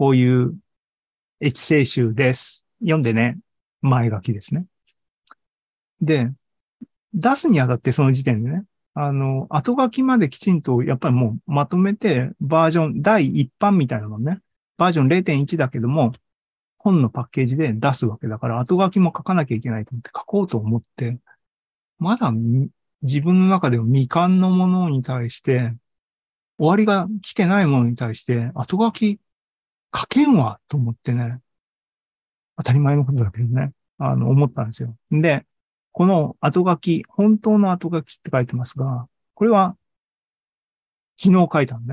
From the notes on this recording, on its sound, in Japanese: ２０２３年５月３１日に開催した ZOOMライブの模様です